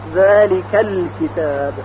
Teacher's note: این همزه در وصل به کلمات قبلی ساقط میشه، حذف میشه، مثل الکتاب. اگر الکتاب رو به کلمه قبل از خودش وصل کنیم، ا که مفتوح هست ساقط میشه، ذالک الکتاب، یعنی نمیگوییم ذالک الکتاب، ذالک الکتاب. · Term: همزه وصل